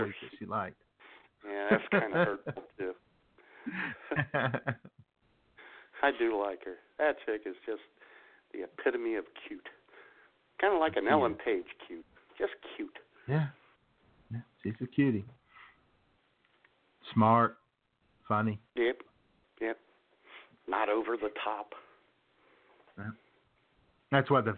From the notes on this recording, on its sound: through your phone calls on the Punchline Hotline